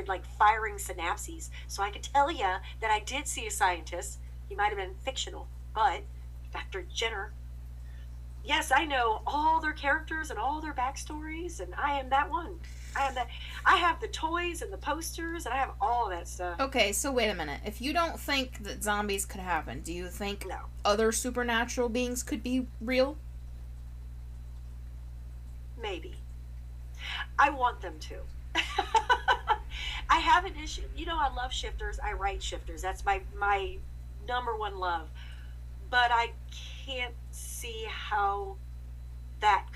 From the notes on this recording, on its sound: We apologize for the hum that seems to be lingering in the background of this episode. We're not sure what happened to cause that, but we are investigating to make sure it doesn't happen again.